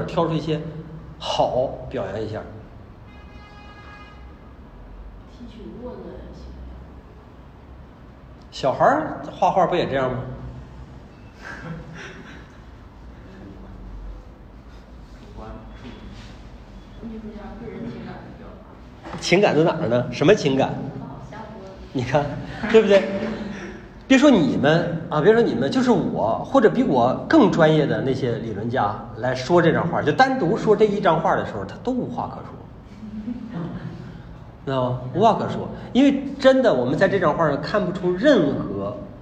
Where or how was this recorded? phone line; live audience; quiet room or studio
live audience